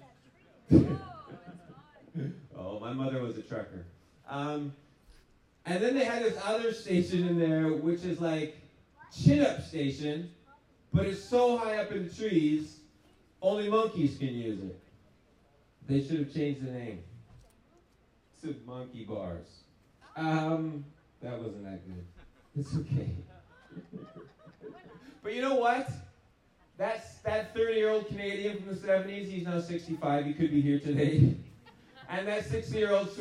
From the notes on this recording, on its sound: Largest Outdoor Show Ever! The largest outdoor event he’s ever performed at!